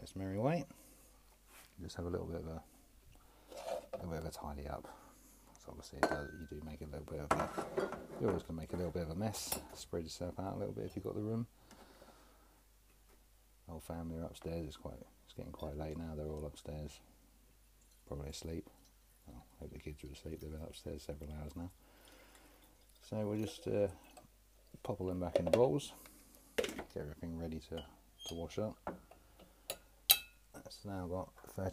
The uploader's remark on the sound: Apologies for the low level audio